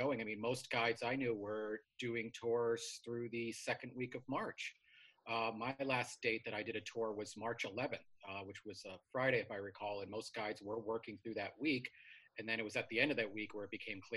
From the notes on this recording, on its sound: They chatted via Zoom.